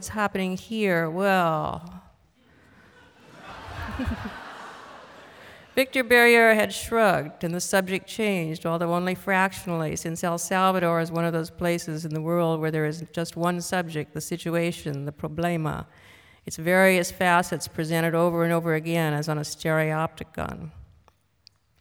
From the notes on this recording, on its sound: This was recorded on October 19, 1998 in front of a live audience at New York’s 92nd Street Y.